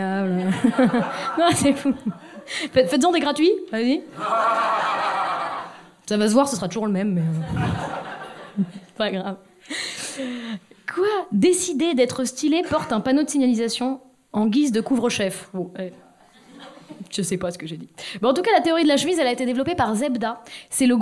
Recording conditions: live audience